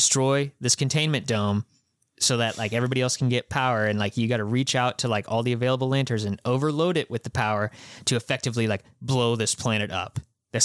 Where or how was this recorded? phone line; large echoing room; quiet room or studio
quiet room or studio